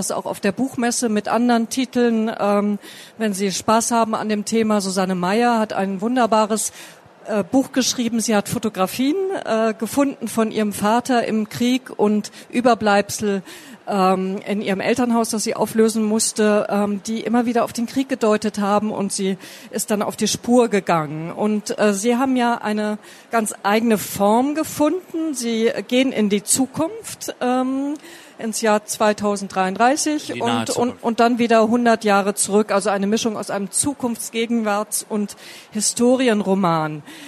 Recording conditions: live audience